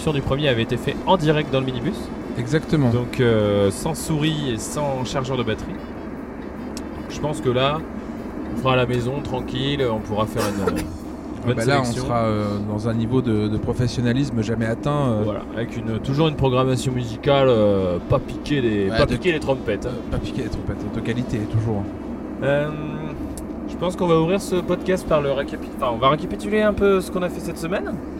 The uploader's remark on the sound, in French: Enregistré cette fois-ci sur la route du retour. Une certaine fatigue palpable.